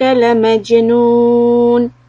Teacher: the word لمجنون، keep the lam short and قلقلة on letter جيم